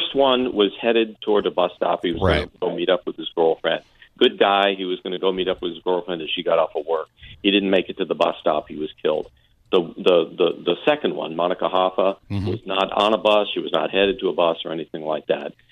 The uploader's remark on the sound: From Tampa Police Dept called in to give an update.